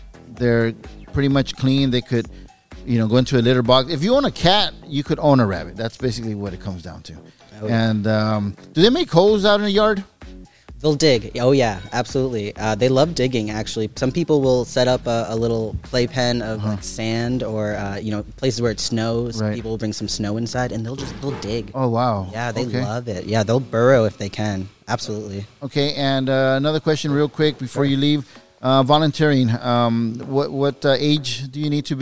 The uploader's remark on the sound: This is from a Live Broadcast from Horchateria Rio Luna located in Paramount, Ca